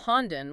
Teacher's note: where the D is followed by a vowel and stays voiced